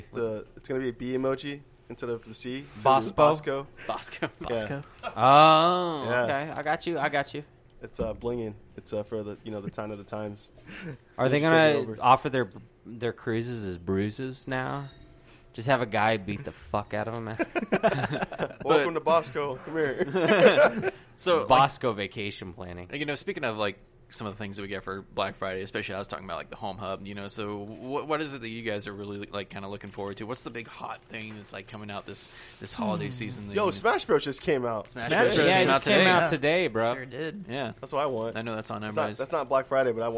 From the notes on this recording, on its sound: live from Midway Craft House in Denton TX